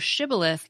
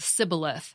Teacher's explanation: The Ephraimites couldn't pronounce the SH sound, so shibboleth came out sounding wrong, like sibboleth